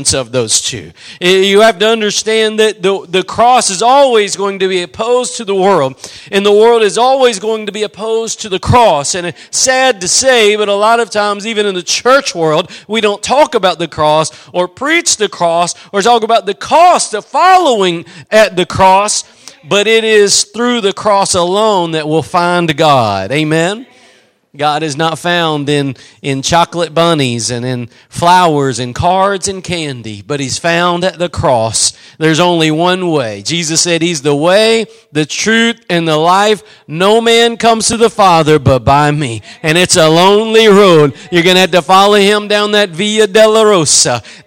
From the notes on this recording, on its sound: Preached at Gospel Lighthouse in Bossier City, La.